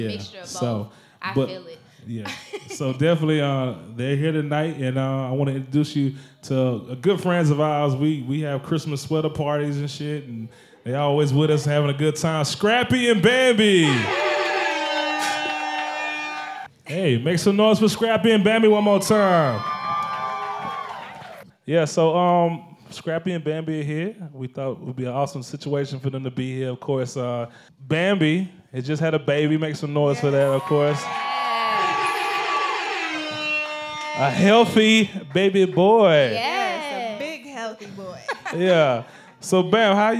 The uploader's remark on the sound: Went LIVE in Atlanta! Hosted their first ever live show in front of a studio audience. We let the fans in the audience ask their fan mail questions LIVE.